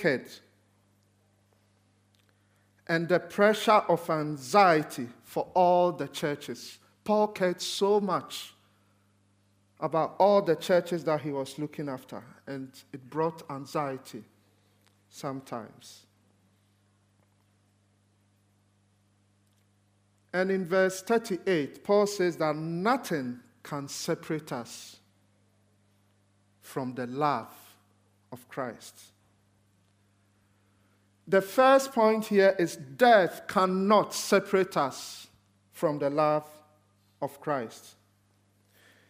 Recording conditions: large echoing room